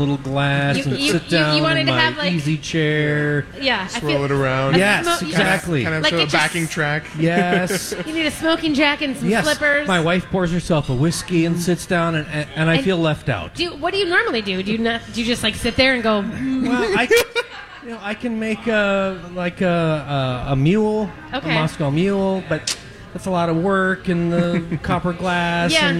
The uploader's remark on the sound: Live from Mallards! Broadcast live from Mallards Restaurant and Lounge in Bloomington!